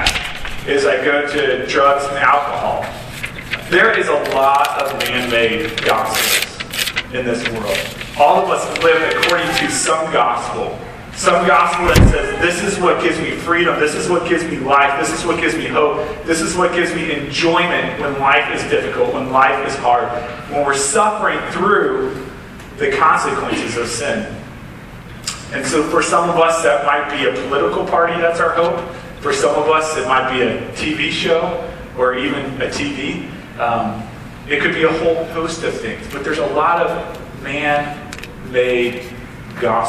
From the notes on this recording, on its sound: Sorry for the poor quality of this audio. I didn't properly plug it into the sound board, that is why you might occassionally hear voices in the background.